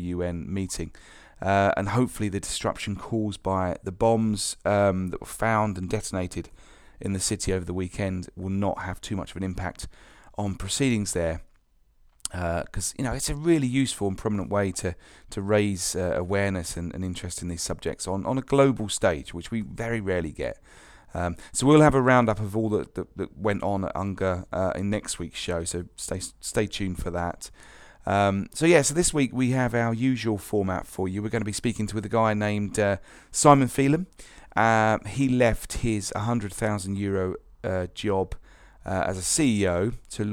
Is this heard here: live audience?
no